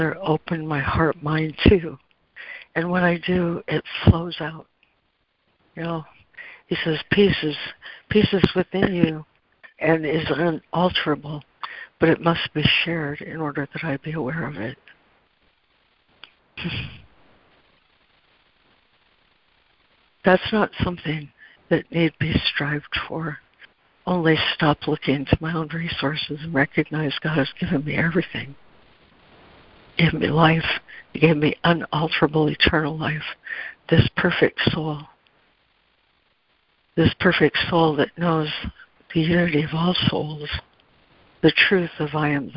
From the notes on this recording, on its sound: ACIM Daily Conference Call.